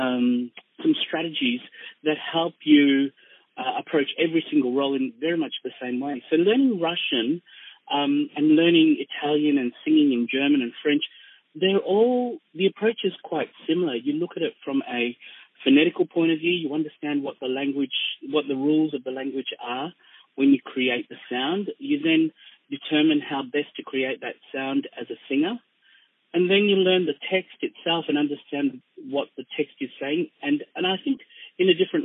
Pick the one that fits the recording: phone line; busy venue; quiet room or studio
phone line